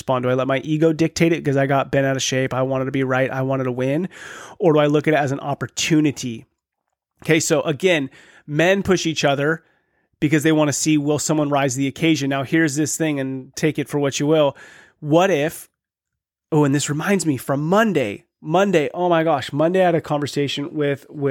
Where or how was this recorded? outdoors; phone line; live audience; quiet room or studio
quiet room or studio